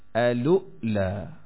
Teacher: شروع میں حمزہ وصلی، پھر لام مضموم، پھر حمزہ ساکنہ الولا. دوسری وجہ بغیر حمزہ وصلی، لام مضموم اور حمزہ ساکنہ لولا.